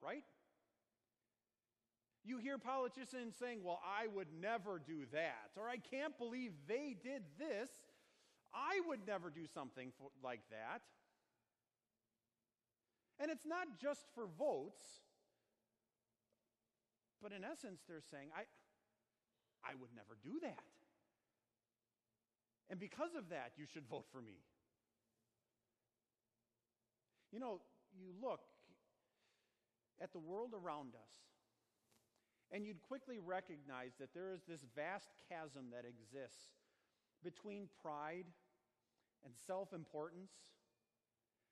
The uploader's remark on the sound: Sermon preached at Our Savior Lutheran Church in Birmingham, AL, on Sunday, September 1, 2019.